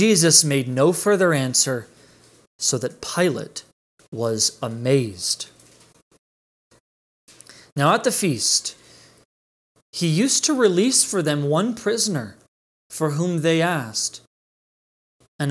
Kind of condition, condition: setting, large echoing room